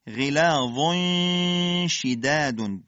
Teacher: بوی حرف شین استشمام میشه در اخفاء